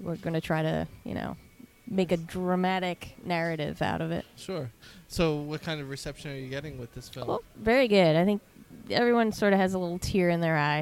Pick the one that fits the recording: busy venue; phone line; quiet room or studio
busy venue